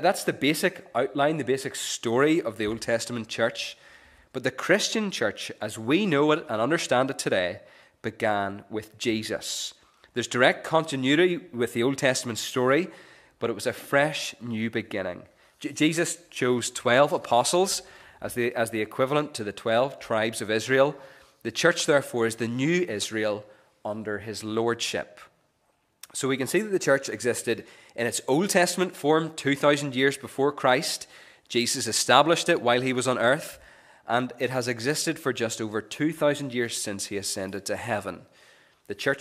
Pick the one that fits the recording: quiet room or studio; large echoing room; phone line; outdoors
large echoing room